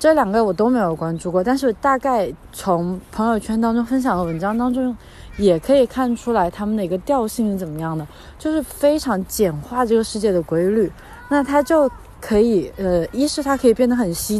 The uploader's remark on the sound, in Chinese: 在新冠肺炎刚刚出现时，是一边散步一边录制的。